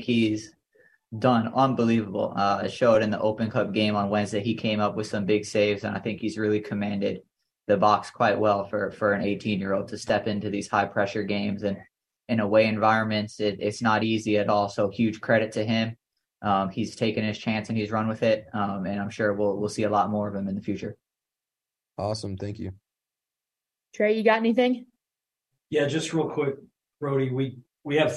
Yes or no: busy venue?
no